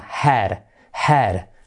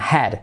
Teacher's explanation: Fijaos esa E. Head. Casi como una A. Suena head.